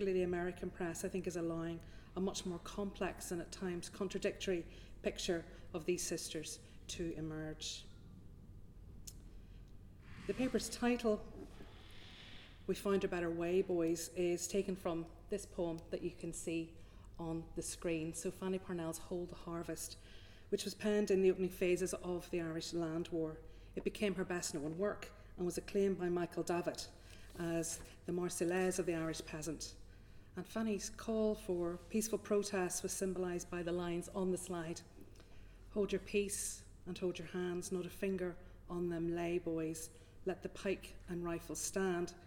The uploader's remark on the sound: The third lunchtime lecture of this series held on 19 October 2022